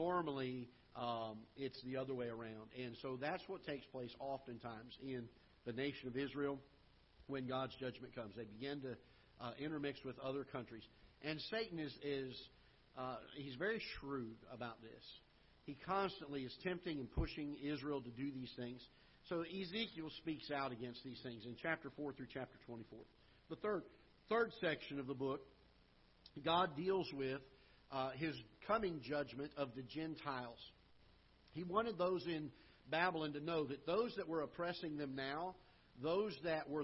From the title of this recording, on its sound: Ketha Heights Baptist Church ~ Live Broadcast